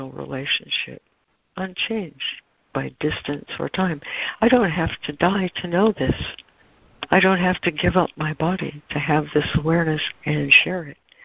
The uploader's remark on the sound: ACIM Daily Conference Call